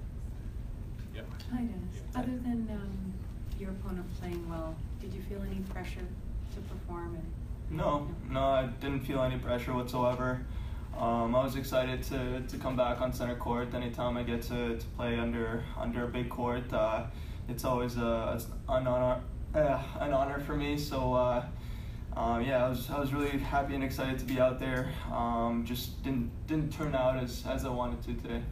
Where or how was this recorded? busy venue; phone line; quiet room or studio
busy venue